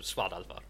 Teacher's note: It's a question of keeping them short, so svadalva. And then you have that slight roll of the tongue on the R at the end, which is not really necessary.